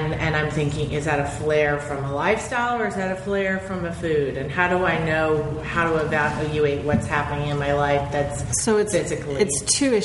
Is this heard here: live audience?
yes